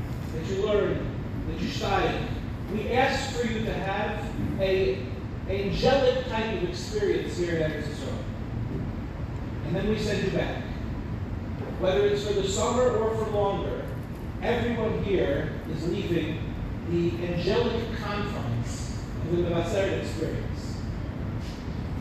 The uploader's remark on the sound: delivered at the grand banquet of Mevaseret